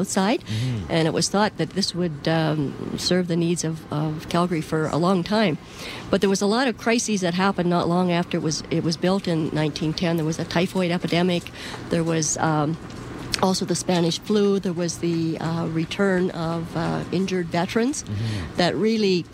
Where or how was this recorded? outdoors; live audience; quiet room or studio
outdoors